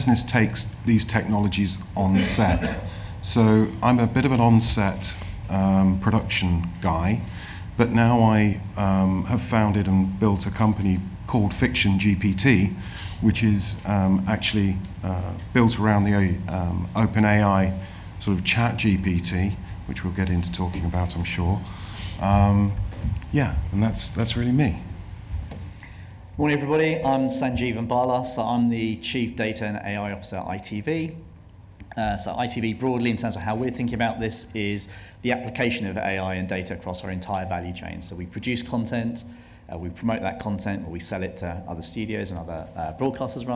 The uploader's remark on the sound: This episode of the Broadcast Tech Talks podcast is the full recording of a speaker session at the AI Creative Summit held at BFI Southbank, London on 16 November.